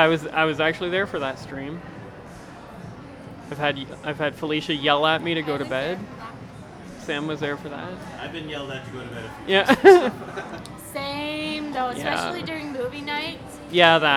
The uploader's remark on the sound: Fan Expo 2017. On this special episode I brought a mic to dinner.